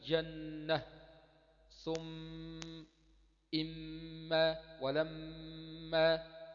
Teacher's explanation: إظهار صفة الغنة من الميم والنون المشددتين، لأن الغنة صفة لازمة للنون وللميم، قلنا سواء اتحركوا أو كانوا ساكنين، سواء حركتا أو سكنتا فالغنة فيهم. · Term: حرف غنة مشدد